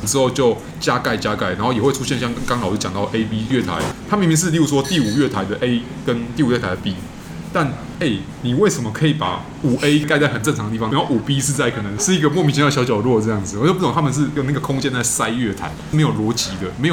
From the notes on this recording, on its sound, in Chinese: 本集白噪音指數：微風級 2/5。錄音地點： 點亮咖啡。